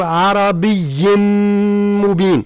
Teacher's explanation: وهو إدغام ناقص. لماذا؟ لأنه صفة النون وهي الغنة تبقى